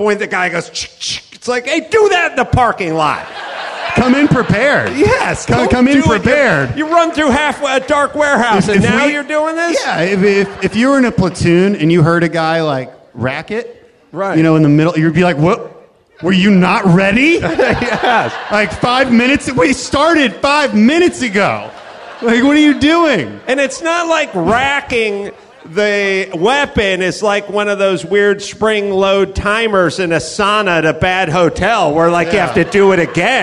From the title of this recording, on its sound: Live from the Houston Improv